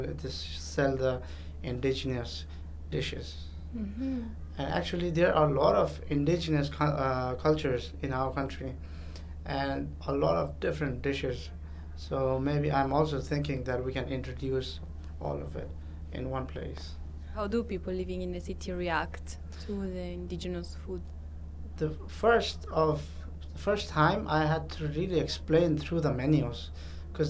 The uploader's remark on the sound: This episode was live recorded at the event Terra Madre 2022 by Slow Food International.